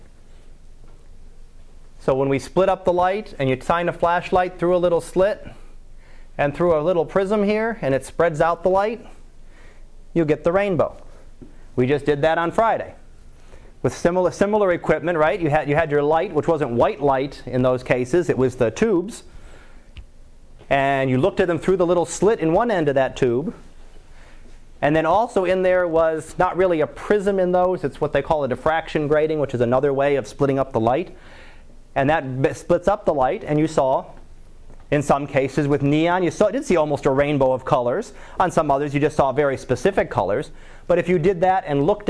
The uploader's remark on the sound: Live Class Lecture